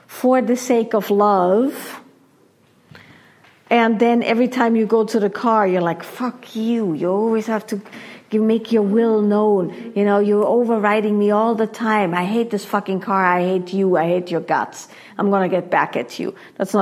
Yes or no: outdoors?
no